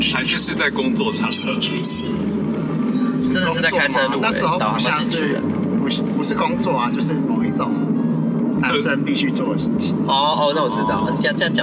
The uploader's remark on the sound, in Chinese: 開車錄音